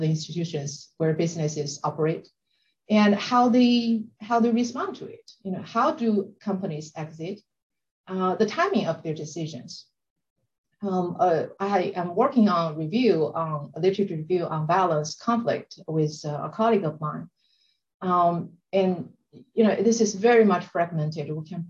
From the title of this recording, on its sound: STR Virtual Symposium